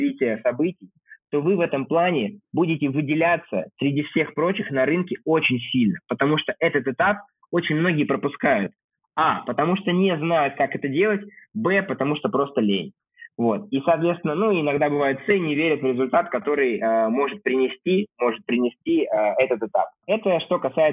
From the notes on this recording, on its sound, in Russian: Записанный в спартанских условиях (будто разговор по телефону)